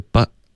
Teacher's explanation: 结尾呢没有顶舌尖，你说的是 but 的这个音，感觉是用那个喉音停顿